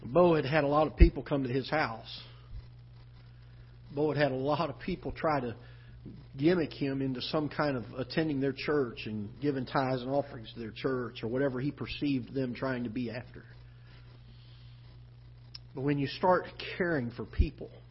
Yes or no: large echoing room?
yes